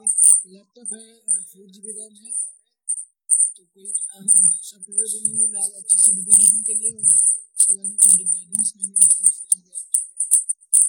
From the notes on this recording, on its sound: This is extracted audio version of a live session chat. Since it's online recorded ,some minute glitch were still on board.